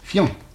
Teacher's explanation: il ne faut pas prononcer un i, mais on prononce un iode